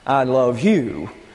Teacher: when the stress is on the direct object, I love you, emphasis on the pronoun you